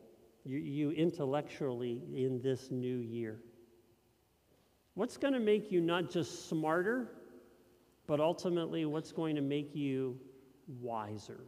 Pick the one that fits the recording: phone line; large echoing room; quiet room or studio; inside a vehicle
large echoing room